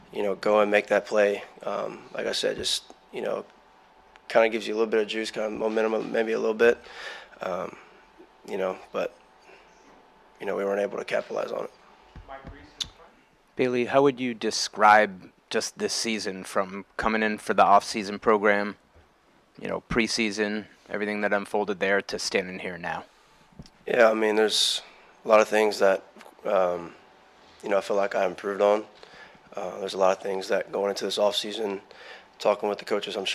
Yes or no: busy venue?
yes